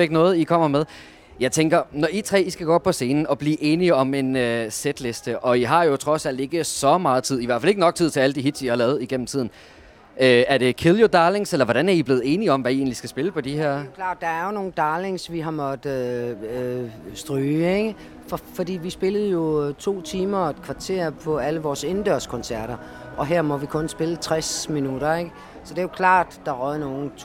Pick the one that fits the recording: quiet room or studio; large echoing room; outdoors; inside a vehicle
outdoors